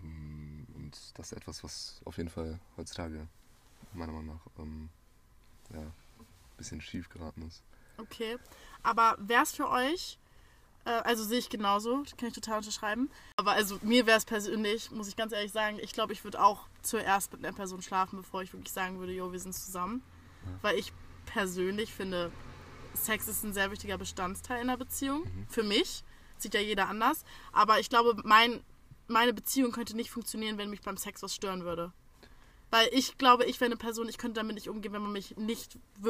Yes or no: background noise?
yes